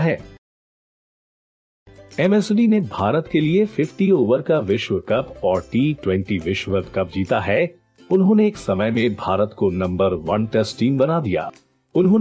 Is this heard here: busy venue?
no